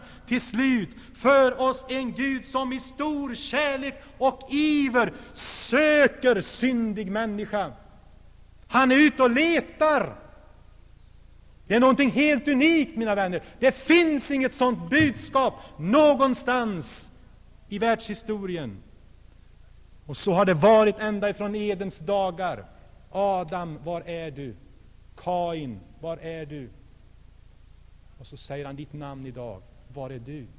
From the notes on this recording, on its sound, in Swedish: Inspelad i Saronkyrkan, G&#246;teborg 1985-01-20.